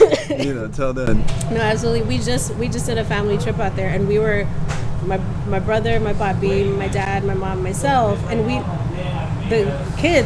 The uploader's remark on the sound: On a windy March evening, sat atop a rooftop while a bustling music industry conference took place beneath us